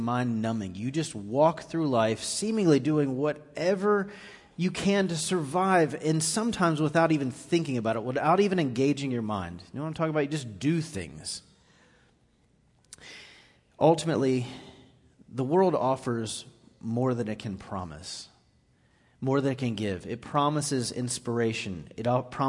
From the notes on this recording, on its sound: Recorded live on 10/14/18 at The Fellowship.